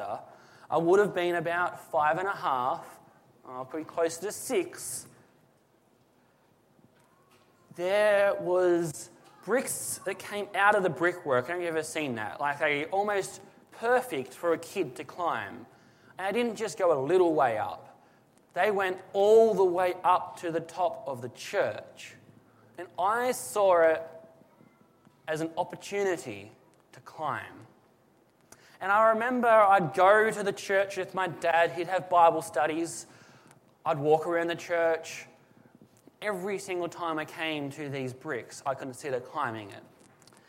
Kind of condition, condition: setting, large echoing room